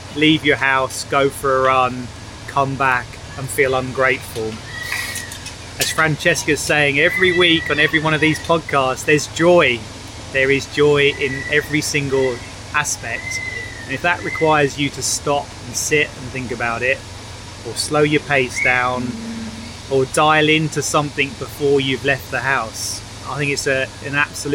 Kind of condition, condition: fault, sounds in the background